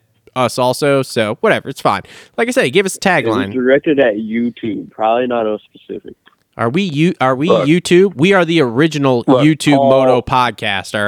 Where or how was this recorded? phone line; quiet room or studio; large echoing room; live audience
phone line